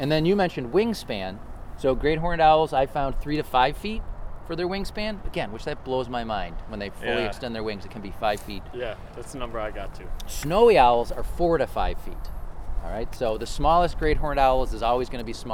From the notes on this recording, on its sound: This episode was recorded on February 1, 2021 in Buffalo, NY at the Erie Basin Marina (part 1) and Tifft Nature Preserve (part 2).